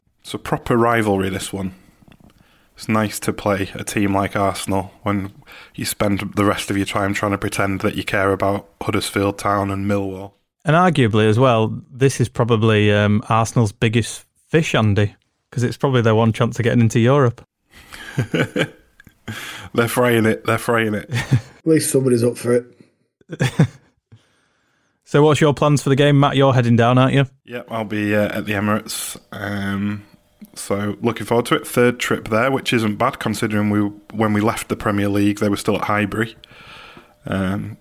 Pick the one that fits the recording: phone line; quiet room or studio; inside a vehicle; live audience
quiet room or studio